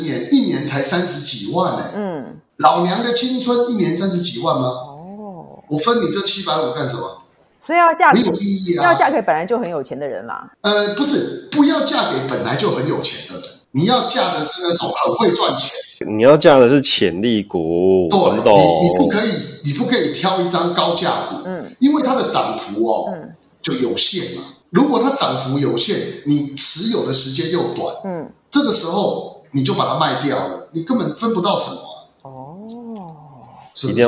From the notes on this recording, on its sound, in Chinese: 請放下對音質的罣礙，帶著喜樂的心聽完它吧（合掌）。